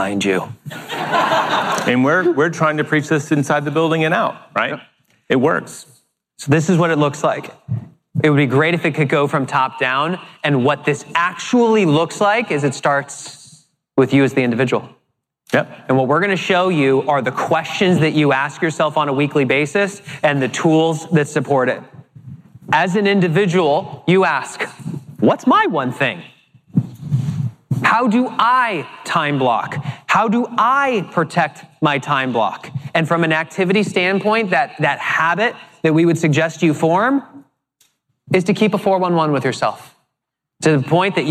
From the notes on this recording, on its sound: delivered a keynote presentation at the Keller Williams Family Reunion Convention